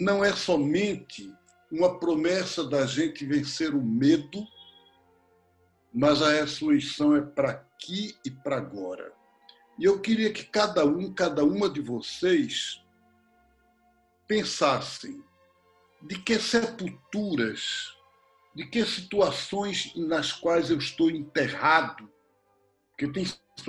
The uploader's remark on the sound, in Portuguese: Estamos fazendo as gravações via internet e por isso, talvez aqui e ali, surja uma ou outro probleminha.